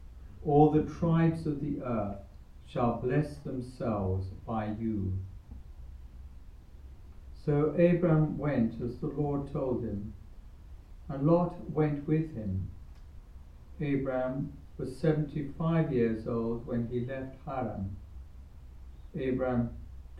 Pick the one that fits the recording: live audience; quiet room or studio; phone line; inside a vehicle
live audience